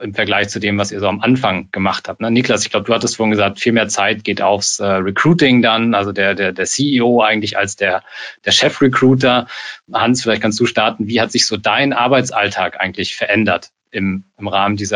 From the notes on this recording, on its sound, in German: Diese Podcast-Folge ist ein Mitschnitt unseres Webinars auf unserer Plattform.